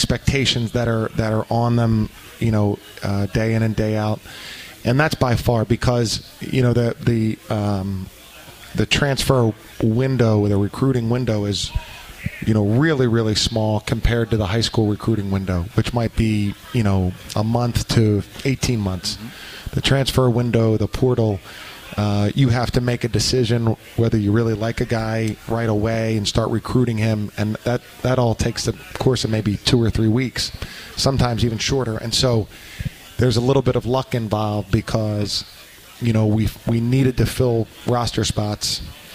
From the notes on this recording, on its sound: live from World of Beer